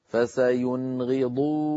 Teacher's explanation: نون ساكنة بعدها غين لا زيادة في زمن النون · Term: إظهار